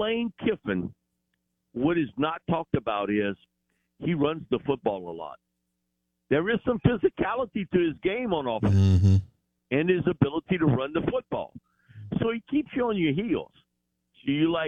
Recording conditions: phone line